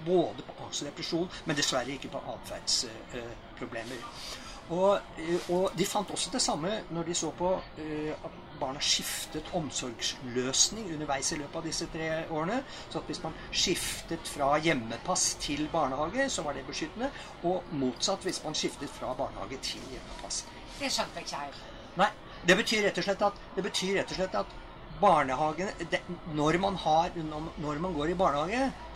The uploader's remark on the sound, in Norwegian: tatt opp under Arendalsuka